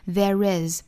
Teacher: 如果不缩约的读法是 there is, there is,有一个小小 r 的加音